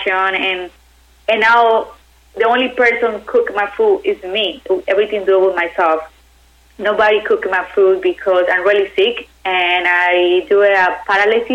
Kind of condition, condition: link, phone line